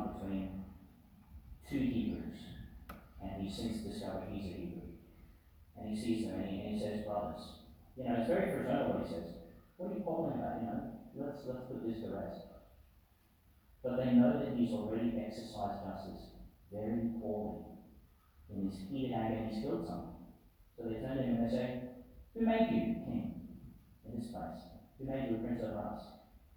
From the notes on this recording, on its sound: Delivered in St Patrick's Church, Emerald.